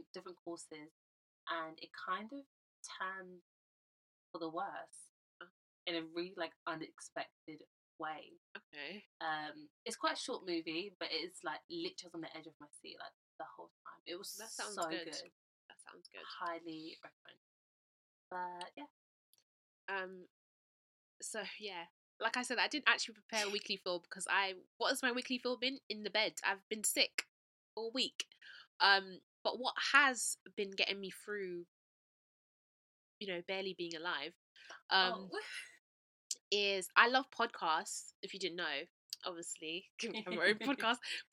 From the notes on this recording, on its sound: we did have some technical difficulties with our mics so please bear with us.